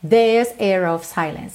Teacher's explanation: Aqui no the, como não enrola a língua no R e tem um S depois, então ficou this air of silence. Entre o air e o of, ela enrolou o R para poder ligar no of